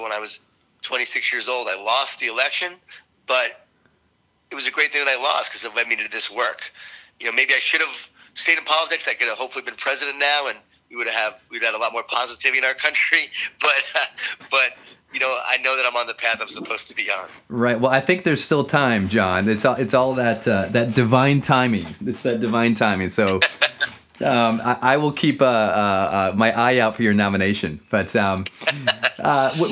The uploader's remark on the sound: was gracious enough to jump on the phone